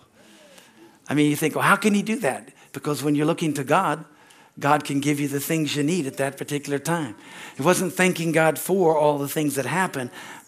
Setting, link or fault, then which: setting, large echoing room